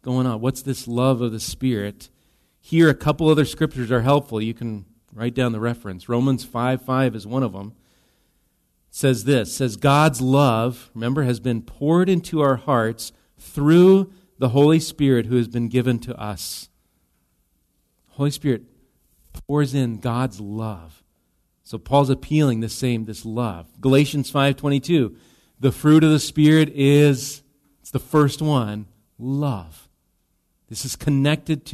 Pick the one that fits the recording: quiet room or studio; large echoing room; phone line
large echoing room